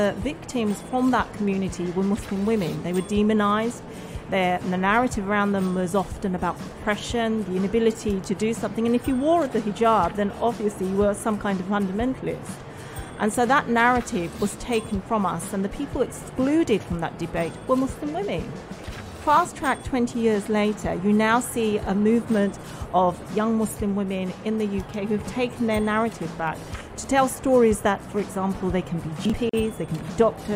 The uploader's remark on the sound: Pulse 95 Live from Sharjah Book Fair. During the live broadcast from the Sharjah International Book Fair.